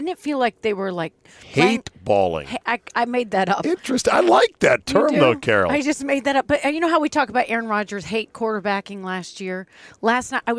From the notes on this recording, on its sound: outside the Palm in Tysons Corner